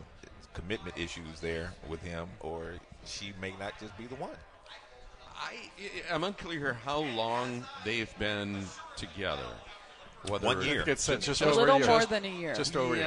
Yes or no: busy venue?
yes